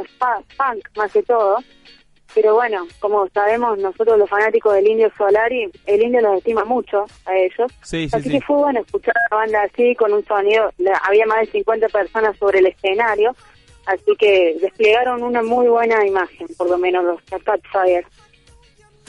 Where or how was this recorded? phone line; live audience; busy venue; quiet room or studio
phone line